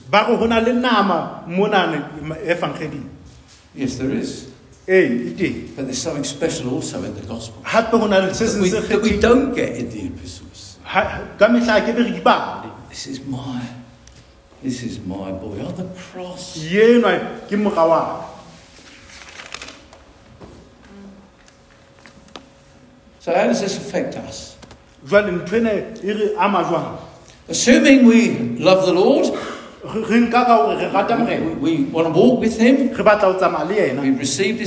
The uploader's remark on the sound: preached at Dihlabeng Church